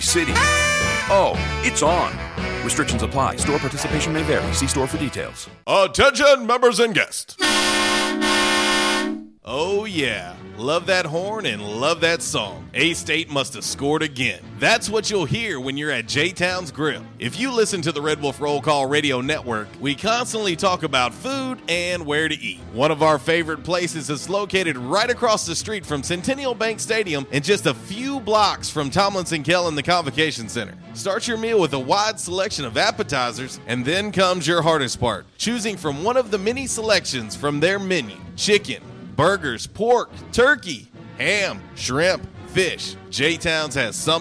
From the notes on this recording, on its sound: Was a “Women Rock Wednesday” LIVE from Yesdog Grill! On The Ticket 95.3 Fm/970 AM, Ritter Communications Tubetown 21!